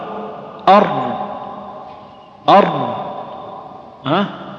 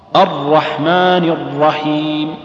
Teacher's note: وينبغي أن لا تكتم الراء بحيث أنها تكون لاما. فنقول في الراء أر مع مراعاة امتداد الصوت الذي فيها لأنها من حروف المتوسطة أو الرخوة · Term: التكرار